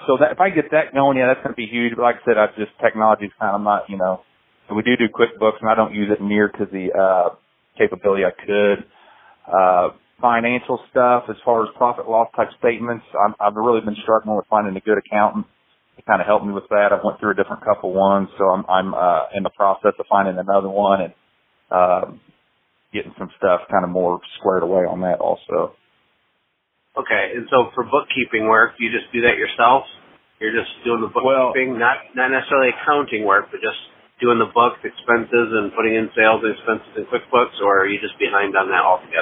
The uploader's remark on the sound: LIVE Coaching Call